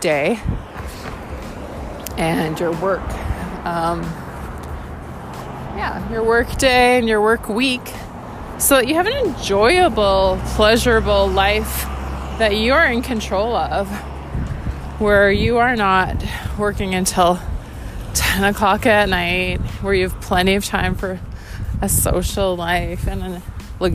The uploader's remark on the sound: Random ramblings while walking in miserable, windy, winter, dreaming of living in tropical paradise. Windy, winter walk.